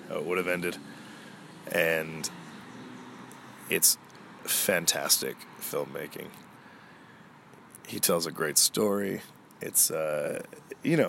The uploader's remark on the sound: This was another exploratory episode, where we all get the pleasure of listening to the wide-wide world outside. My mic picks up it all, so enjoy the ambiance of a gentle breeze, trees rustling and of course some cars.